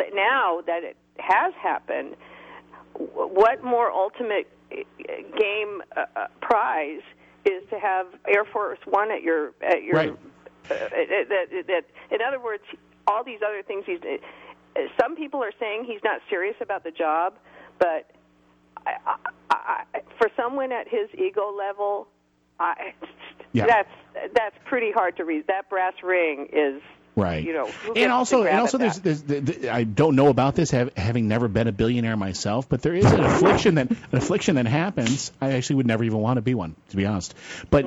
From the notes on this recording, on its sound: take calls from the audience